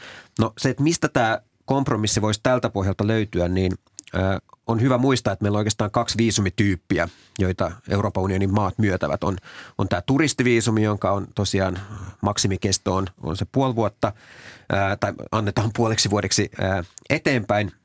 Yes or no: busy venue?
no